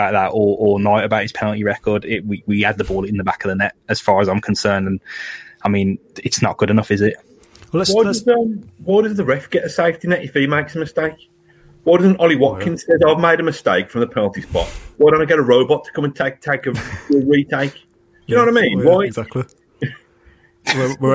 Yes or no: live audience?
no